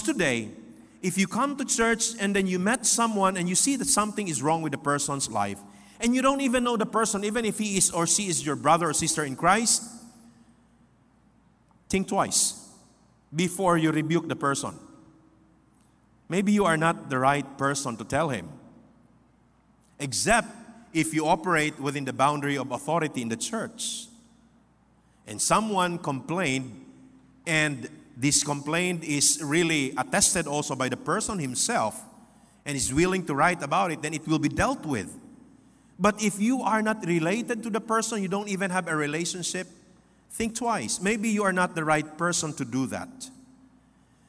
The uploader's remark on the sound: This podcast was recorded live last July 23, 2023 at Zamboanga City Alliance Evangelical Church.